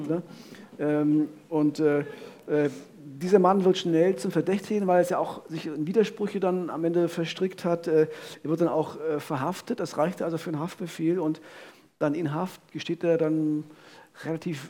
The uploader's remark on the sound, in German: Der zweite Teil der Live-Premiere von "Im Visier on Tour" in Frankfurt (Oder).